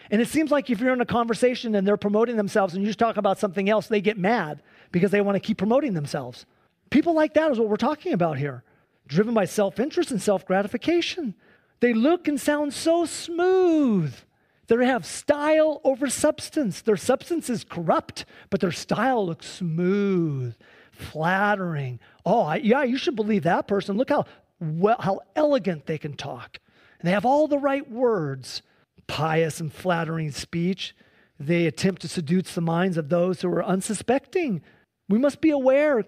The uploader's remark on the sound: Sunday church service livestream